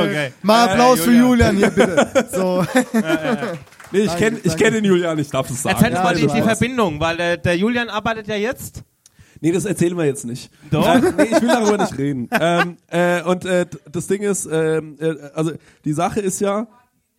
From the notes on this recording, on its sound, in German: Wir haben es tatsächlich durchgezogen und mit unseren Hörern eine Planwagenfahrt durch die hessischen Weinberge um Groß-Umstadt gemacht. Und wir haben das erste Mal live vor Publikum gepodcastet!